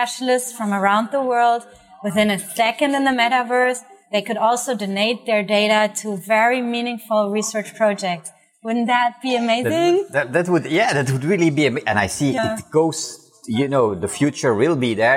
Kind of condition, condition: setting, busy venue